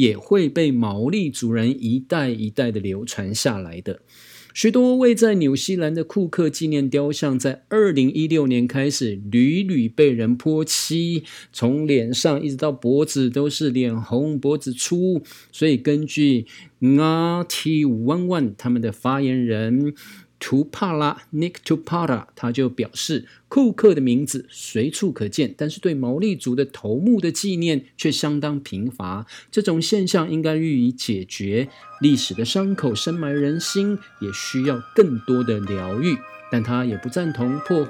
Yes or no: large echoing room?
no